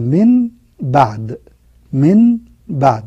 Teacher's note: القلب تحويل الشيء عن وجهه. واصطلاحا قلب النون الساكنة أو التنوين ميما مخفاة مع الغنة إذا أتى بعدها حرف الباء